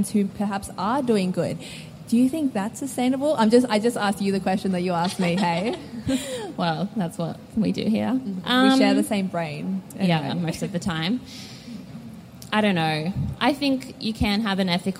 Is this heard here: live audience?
yes